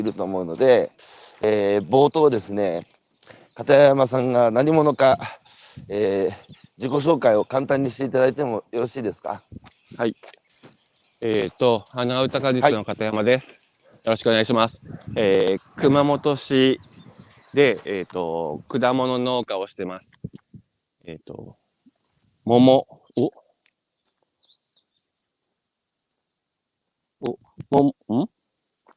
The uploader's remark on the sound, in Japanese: 歩きながら1時間、対談する